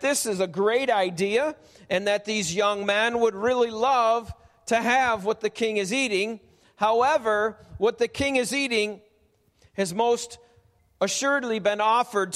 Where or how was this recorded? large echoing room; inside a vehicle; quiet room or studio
large echoing room